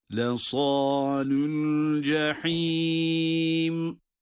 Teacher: Cehim derken buradaki ha harfinin de boğazın ortasından boğaz sıkılarak çıkarılan harf olduğunu yine dikkate alıyoruz elbette.